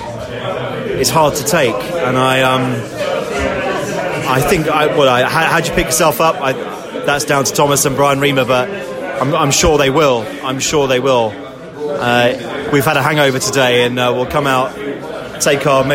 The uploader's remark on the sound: post-match podcast from the pub